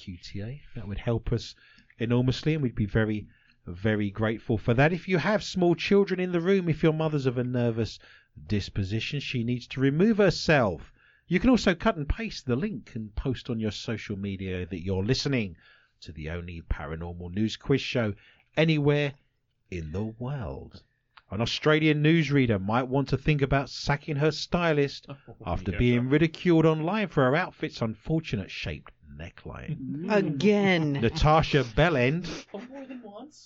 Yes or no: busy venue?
no